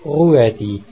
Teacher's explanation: Ein geschriebenes UE wird nicht Ü, sondern UE ausgesprochen, mit Betonung auf dem U. Der Schweizer Rudolf ist also Ruedi, nicht Rüdi.